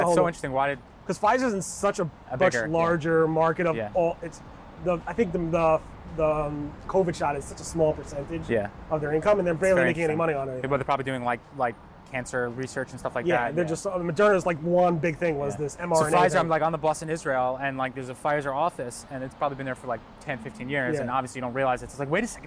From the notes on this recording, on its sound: We did it overlooking the George Washington Bridge, from the Fort Lee Historic Park, looking out on New York City. The funny thing is while we were talking about, other vloggers were doing some recording at the same time.